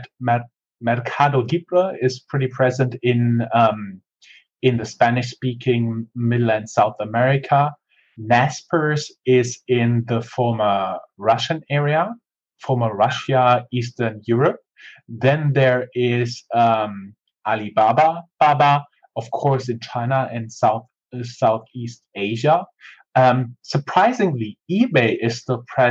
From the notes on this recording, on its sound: This is again the audio rip from our Google Hangout. This time it did not work out as good, as we expected, but we will work on the quality.